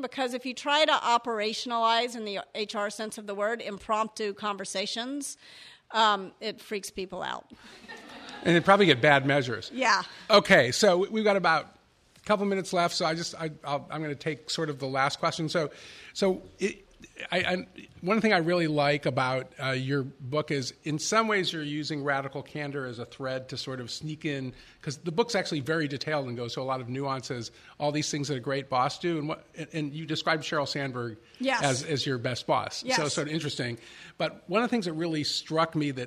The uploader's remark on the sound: Before a live audience in San Francisco.